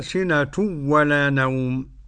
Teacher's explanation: قرأ خلف عن حمزة بعدم الغنة